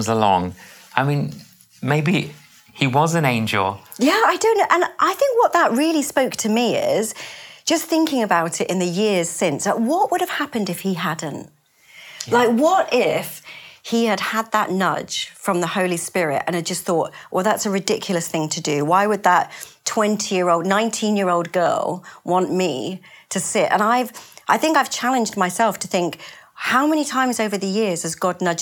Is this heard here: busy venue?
no